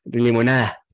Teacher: Hay como la lengua ahí como que se acerca, hay como que hace un intento perezoso de hacer esa D